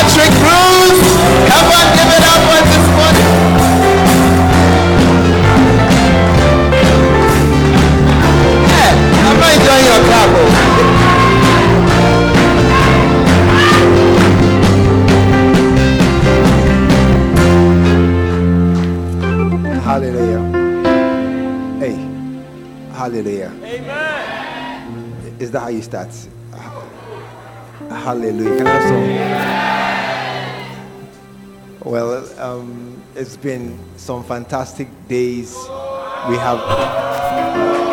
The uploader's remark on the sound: Preached At The Art Of Evangelism Conference